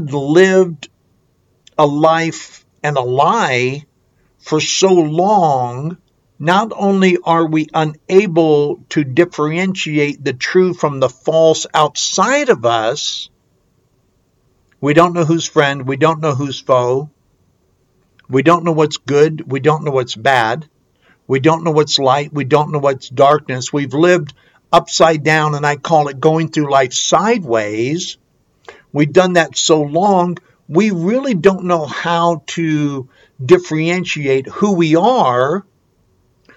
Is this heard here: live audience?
no